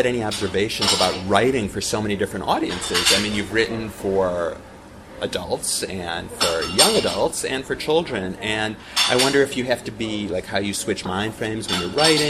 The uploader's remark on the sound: I decided to take the subway to Brooklyn and meet with him face-to-face in a coffee shop. I found it liberating to be unchained from an Internet connection, which has been known to fail mid-conversation.